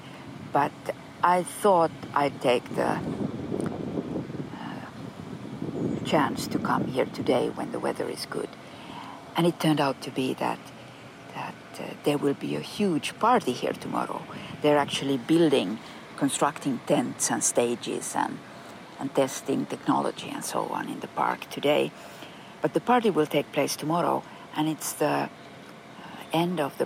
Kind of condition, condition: setting, outdoors